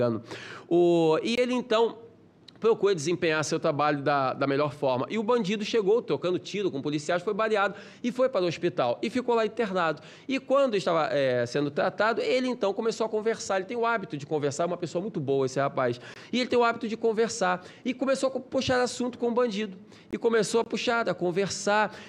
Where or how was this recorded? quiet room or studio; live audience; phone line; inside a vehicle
live audience